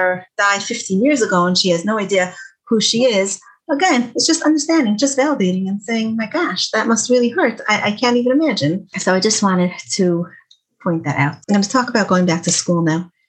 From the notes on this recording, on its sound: Zoom talk for teens given through Project Light.